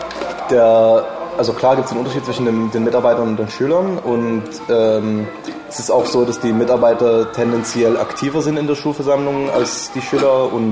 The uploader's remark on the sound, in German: Die Aufnahme fand in einem Café statt. Bitte entschuldigt die unvermeidlichen Hintergrundgeräusche!